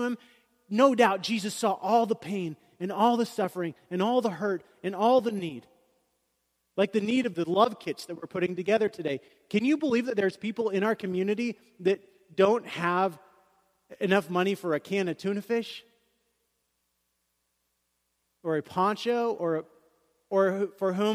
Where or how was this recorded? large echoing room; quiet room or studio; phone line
large echoing room